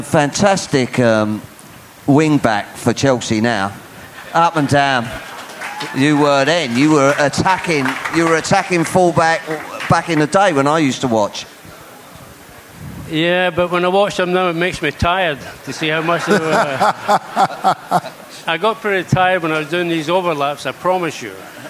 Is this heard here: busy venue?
yes